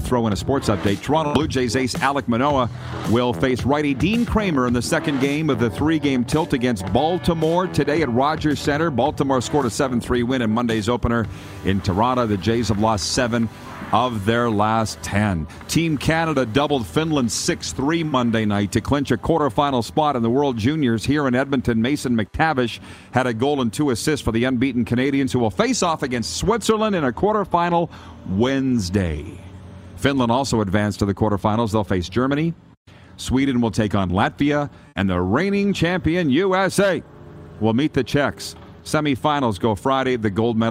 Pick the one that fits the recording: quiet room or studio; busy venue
busy venue